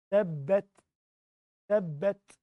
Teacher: خلاص، تبت يدا أبي لهب وتب، نلاحظ أيضا التاء في كلمة تب عليها سكون، دي معناه أن الحرف ده من حروف الهمس، يعني عارف تطلع همسة كده وانت بتنطق التاء